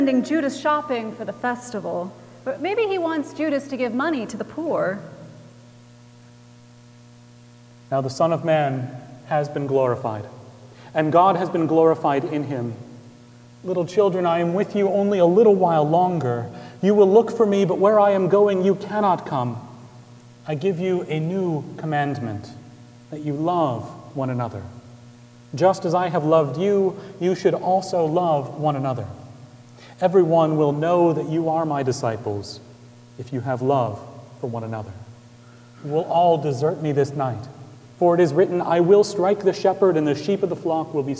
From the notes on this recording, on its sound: Recorded March 29, 2018 at Trinity Presbyterian Church in Bixby, Okla.